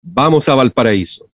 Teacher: El vamos lo estamos haciendo bilabial.